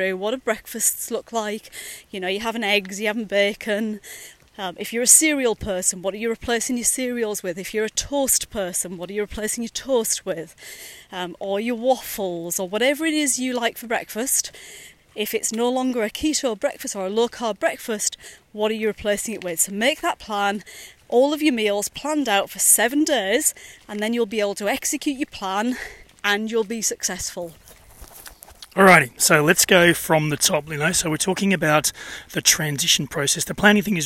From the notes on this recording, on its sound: Dad bod walking is a series of short podcasts recorded during daily walks with my business partner.